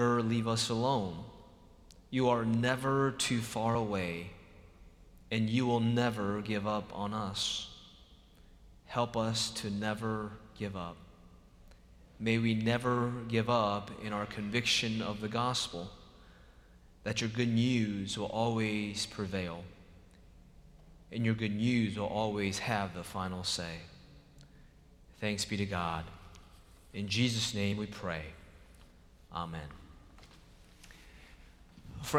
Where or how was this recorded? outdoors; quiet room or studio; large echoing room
large echoing room